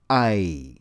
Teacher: your tongue root is pulled back toward the pharyngeal wall, and the pharynx is narrowed, so this is a narrow vowel sound.